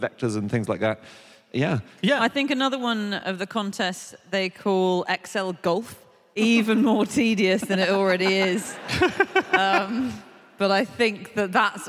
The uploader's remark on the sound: Live from Aberdeen